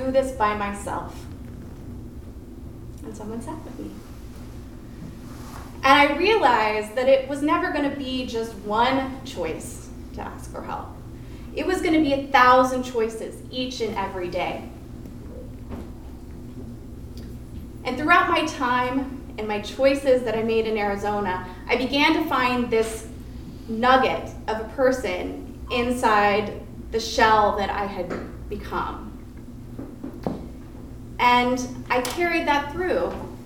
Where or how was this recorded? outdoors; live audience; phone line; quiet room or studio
live audience